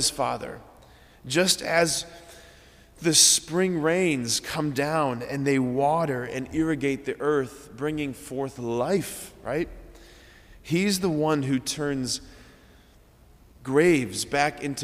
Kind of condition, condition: setting, large echoing room